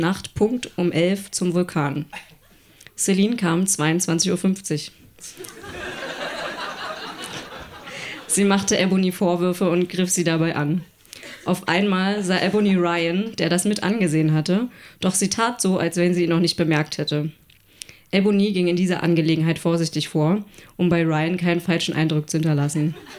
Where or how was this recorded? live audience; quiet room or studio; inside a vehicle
live audience